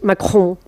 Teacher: esa R arrastra la O y la N hacia adentro